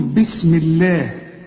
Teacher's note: ما دام لفظ الجلالة يسبقه كسر يبقى لفظ الجلالة هنا إيه؟ مرقق